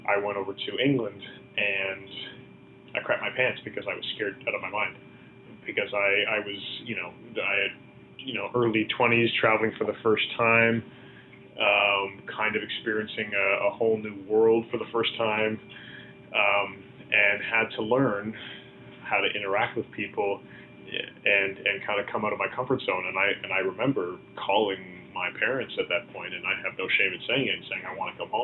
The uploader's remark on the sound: On The Phone